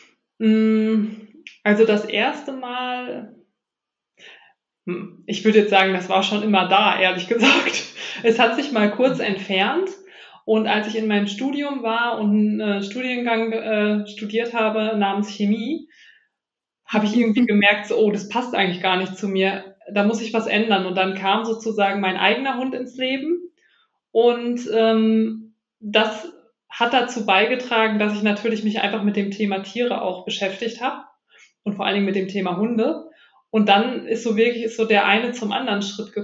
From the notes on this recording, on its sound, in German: Wir hatten leider ein paar technische Probleme bei diesem Interview.